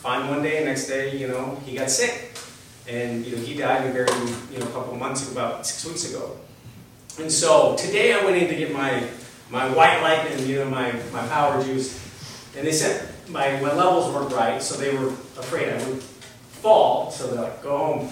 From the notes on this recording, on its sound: A recording from a Story Night at Montana Gallery in Billings, MT, recorded on November 13, 2018. On this episode, you'll hear a recording from a Story Night at Montana Gallery in Billings, MT.